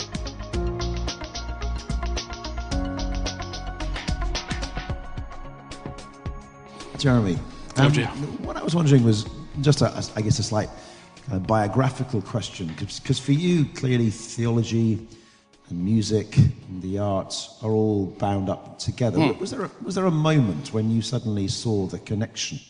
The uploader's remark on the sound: Recorded as part of a lecture. At St Mellitus College.